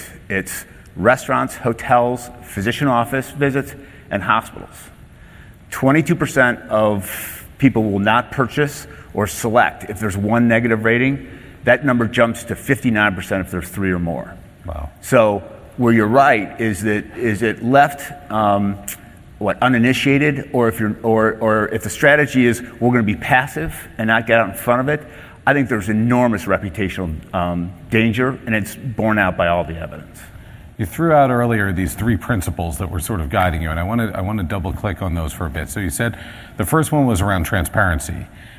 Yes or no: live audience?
yes